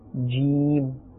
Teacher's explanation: this is pronounced from the middle of the tongue and the middle of the palate